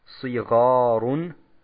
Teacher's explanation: dass man beim Saad auch wirklich das Kasra, das heißt den I-Laut, ausspricht